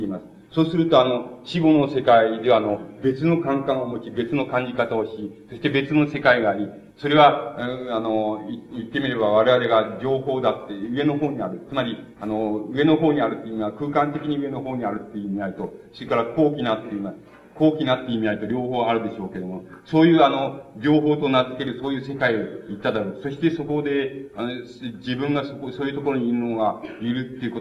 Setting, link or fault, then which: setting, large echoing room